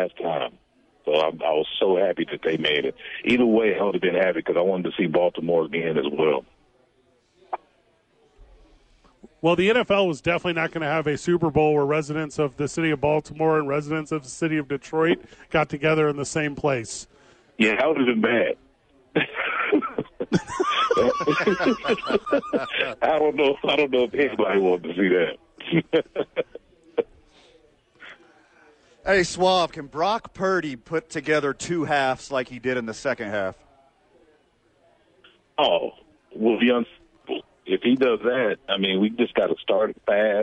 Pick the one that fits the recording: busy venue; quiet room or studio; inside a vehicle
busy venue